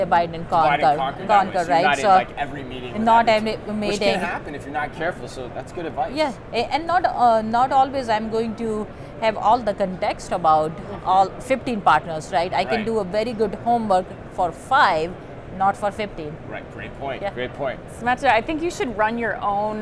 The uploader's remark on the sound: Live From NRF 2024